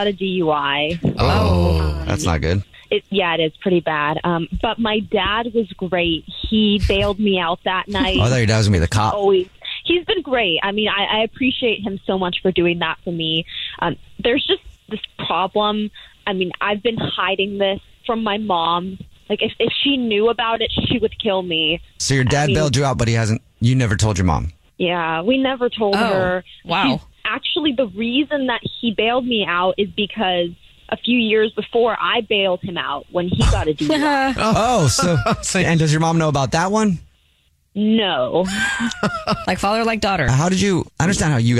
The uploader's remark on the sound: A woman is on the phone to tell a Dirty Little Secret.